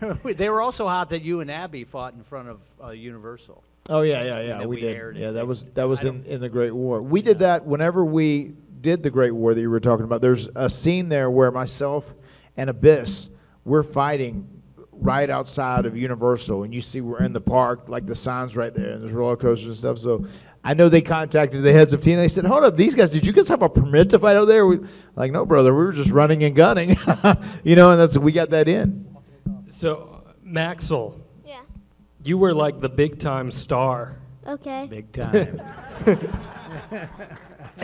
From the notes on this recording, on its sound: special live stage show at WrestleCade!